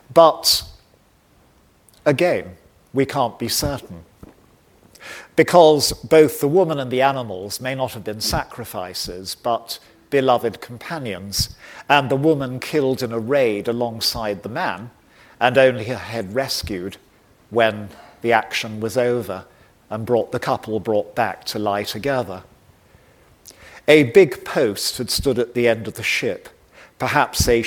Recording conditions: large echoing room